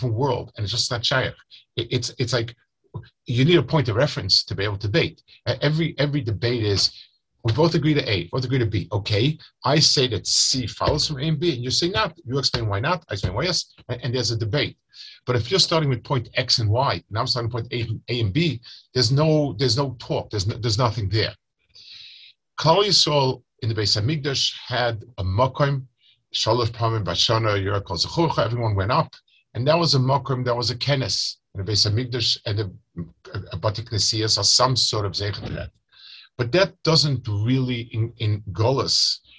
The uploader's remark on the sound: Delivered over Zoom to Chullin Chaburah.